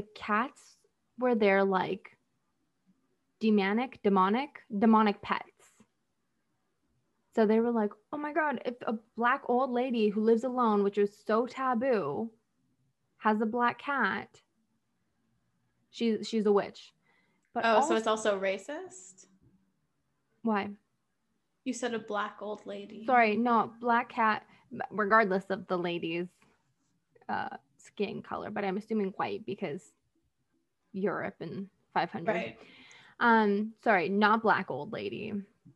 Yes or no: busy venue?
no